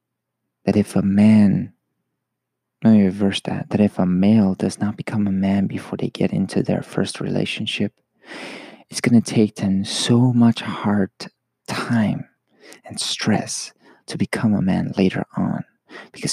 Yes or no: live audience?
no